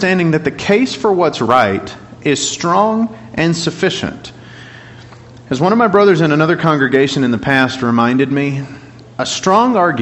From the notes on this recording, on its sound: Class Recording.